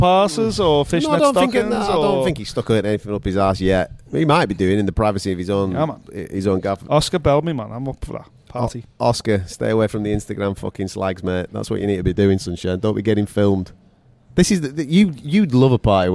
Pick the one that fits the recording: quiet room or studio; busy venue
busy venue